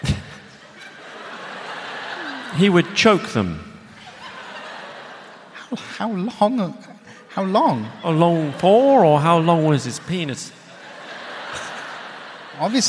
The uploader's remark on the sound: LIVE AT THE ROYAL FESTIVAL HALL. This is an edited version of a conversation that took place in front of a live audience at London's Royal Festival Hall. Thanks also to the Royal Festival Hall events team for letting me use this edited version of the recording here.